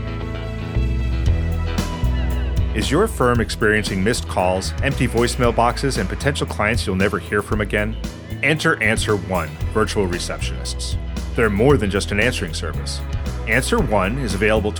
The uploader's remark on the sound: recorded at ABA TECHSHOW 2017